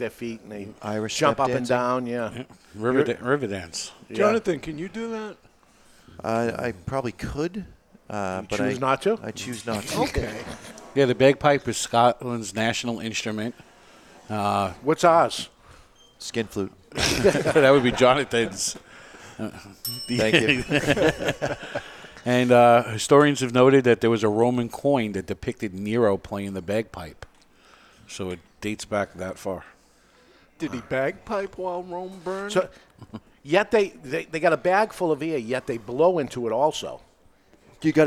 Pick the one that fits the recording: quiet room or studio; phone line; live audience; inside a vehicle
live audience